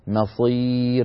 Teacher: فالميم مرققة والصاد مفخمة